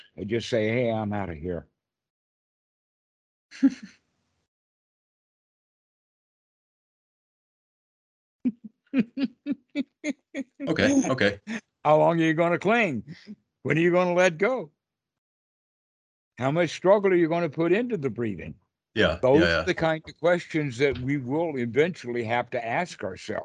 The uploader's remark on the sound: skype calls